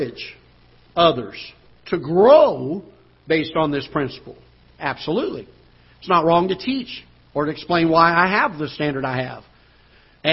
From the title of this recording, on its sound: Ketha Heights Baptist Church ~ Live Broadcast